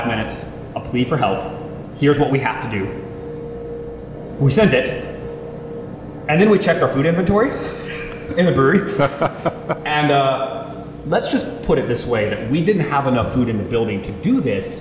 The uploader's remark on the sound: We don't do the three person format very often - and we don't record on location too much. The sound is going to be a little more open than usual.